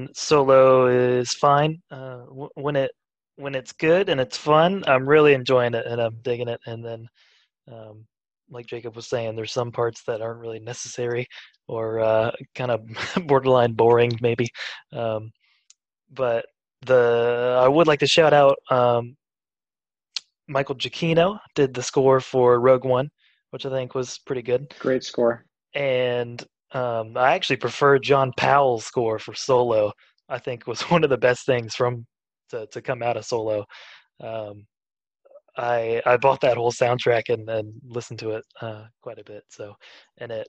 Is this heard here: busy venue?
no